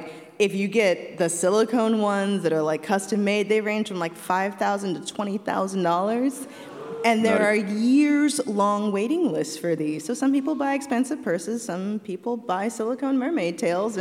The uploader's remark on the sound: Make Me Smart: Live in Seattle. This special edition of Make Me Smart’s weekly happy hour is coming to you live from the stage at Seattle’s Town Hall.